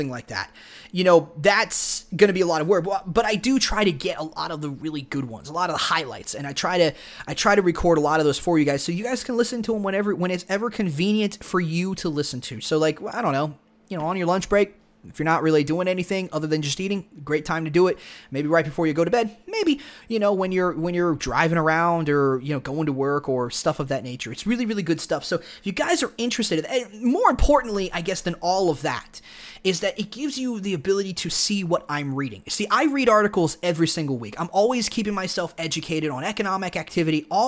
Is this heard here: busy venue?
no